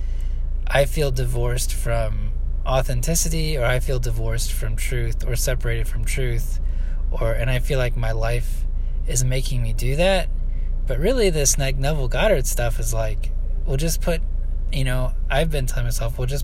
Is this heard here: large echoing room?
no